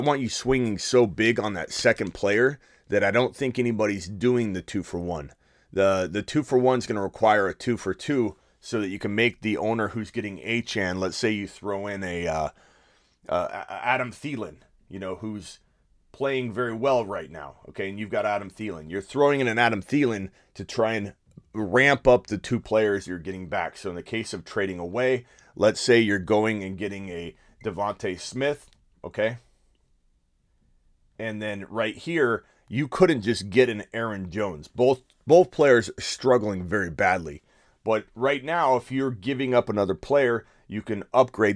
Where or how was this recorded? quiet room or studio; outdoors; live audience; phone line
quiet room or studio